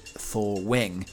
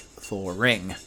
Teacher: In about 1900, almost everybody said thawing pronounced thaw wing, and the majority of people now pronounce the word thawing with the intrusive R · Shown in: second take · which sounds like thaw ring.